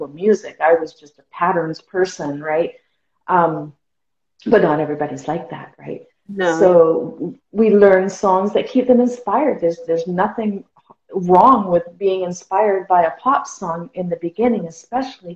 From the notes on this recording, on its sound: originally from an Instagram Live session on Sing Create Play